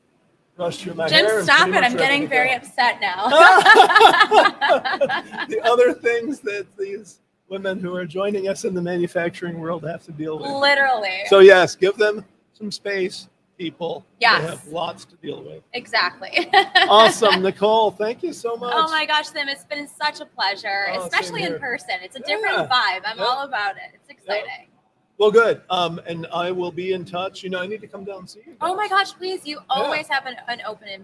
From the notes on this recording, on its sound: Recorded live from the floor of the Motion + Power Technology Expo at Huntington Place in downtown Detroit.